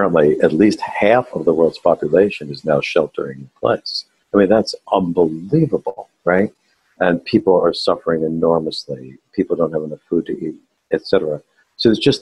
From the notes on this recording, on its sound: This audio was taken from a live webinar